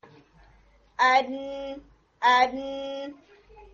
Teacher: और हिट के फौरन फौरन बाद साउंड आपकी नाक में ट्रेवल करती है, क्योंकि नून के अंदर थोड़ी नेजल साउंड होती है · नून में टिप ऑफ टंग सामने के ऊपर के जो दो दांत हैं उनके गम्स के उभार से टच हो रहा होता है